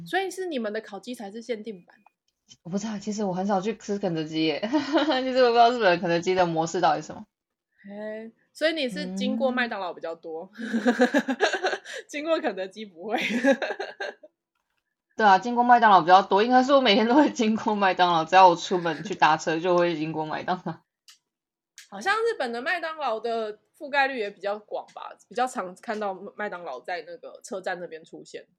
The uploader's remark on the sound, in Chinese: 這次錄音遇到比較多問題，所以剪輯調整花了比較多時間。